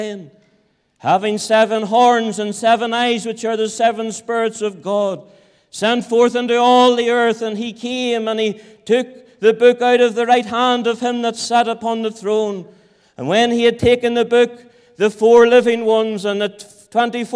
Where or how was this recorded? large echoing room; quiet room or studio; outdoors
large echoing room